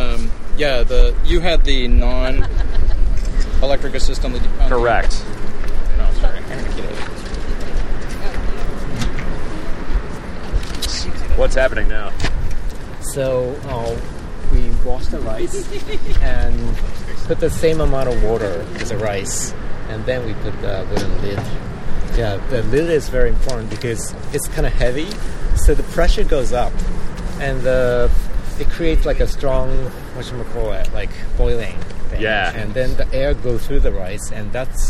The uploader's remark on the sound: attended the ride and caught some audio from the event